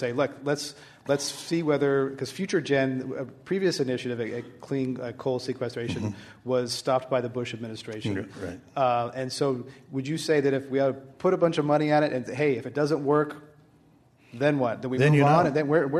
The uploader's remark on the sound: This program was recorded in front of a live audience at The Commonwealth Club in San Francisco on January 21, 2010